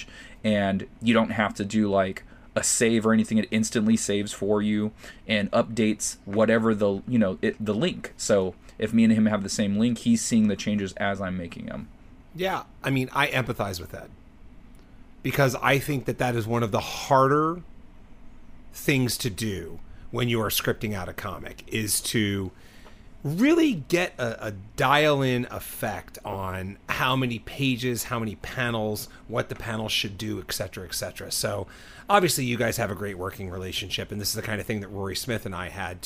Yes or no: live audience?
no